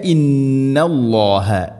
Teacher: ഇന്ന നൂൻ മുശദ്ദഗുന്ന, നൂൻ ശദ്ദ് വന്നാൽ മണിക്കണം